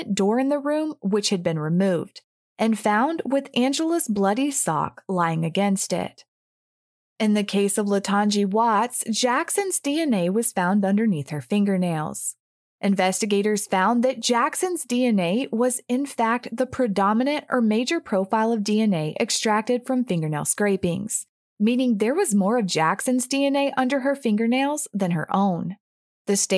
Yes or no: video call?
no